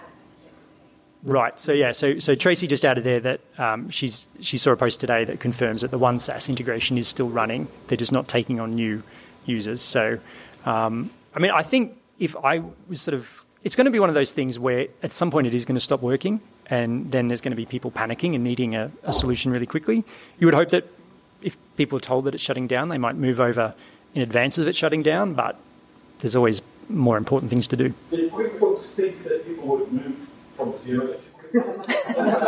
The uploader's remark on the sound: Live from the Chartered Accountants ANZ Brisbane Office. They also answer some interesting questions from a live studio audience.